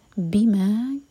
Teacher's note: ولیکن یؤاخذکم، اگین حمزہ کا cut off sound, یؤاخذکم، آ کے بعد خی پر زور، یؤاخذکم بما، ایمٹی میم کے بعد با، اخفاء شفوی، بیما دو سلیبل والا ورڈ تو بی پر زور دے کر پڑھا جائے گا